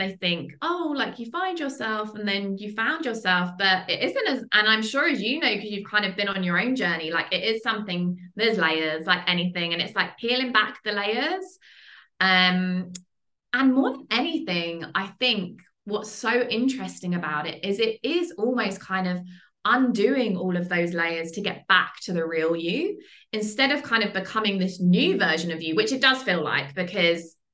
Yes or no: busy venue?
no